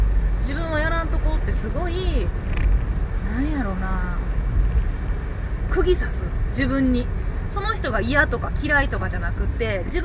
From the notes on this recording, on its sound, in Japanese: 車の中から配信